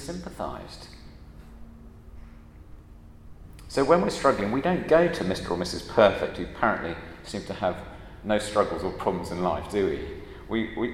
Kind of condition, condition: setting, large echoing room